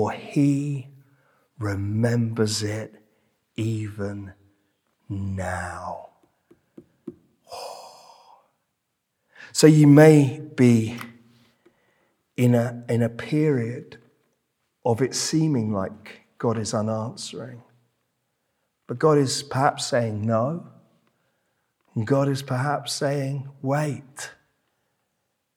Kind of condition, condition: setting, large echoing room